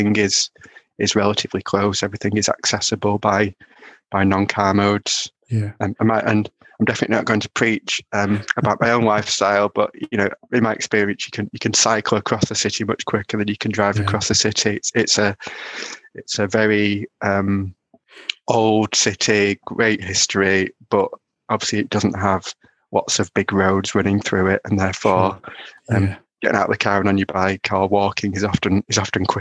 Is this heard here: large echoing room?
no